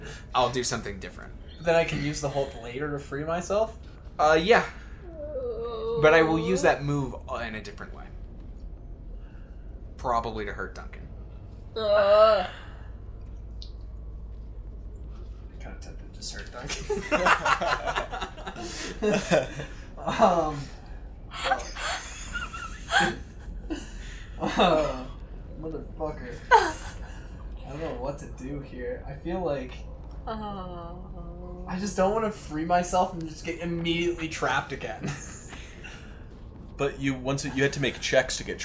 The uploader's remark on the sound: the audio quality is a little lower